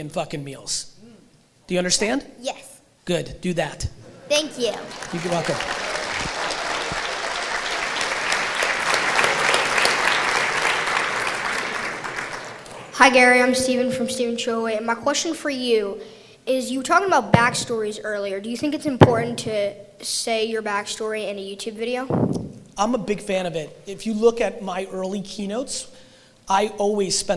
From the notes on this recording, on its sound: VidSummit 2018 Keynote. Today's episode is a throwback keynote from VidSummit 2018!